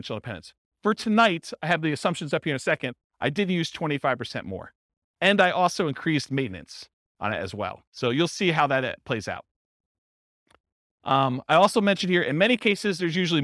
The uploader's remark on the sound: This was a live class recorded